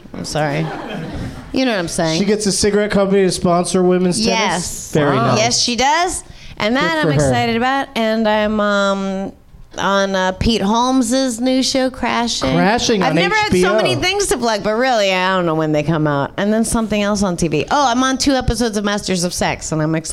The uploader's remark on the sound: Live from the Nerdmelt Showroom in Los Angeles